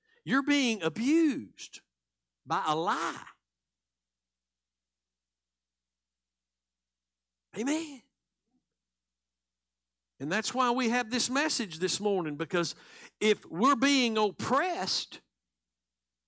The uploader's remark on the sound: Live Sunday Morning Service